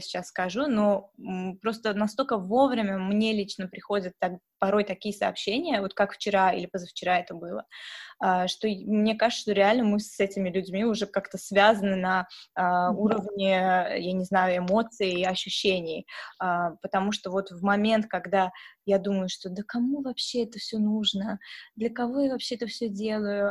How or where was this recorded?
video call